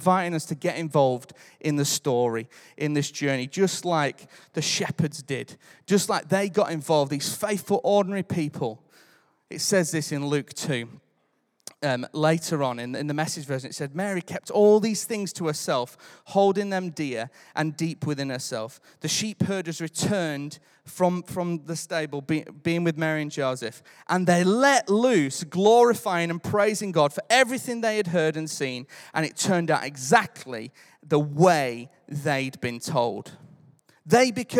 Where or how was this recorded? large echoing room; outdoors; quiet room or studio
large echoing room